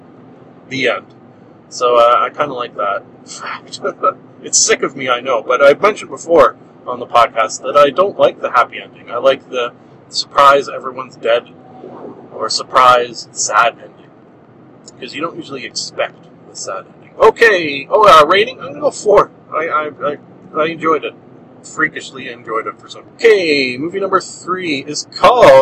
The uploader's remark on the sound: Somehow driving the missuss's's car effected the audio.